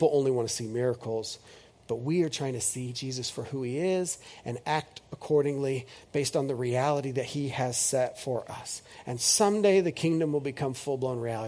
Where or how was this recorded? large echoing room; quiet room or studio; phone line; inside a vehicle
large echoing room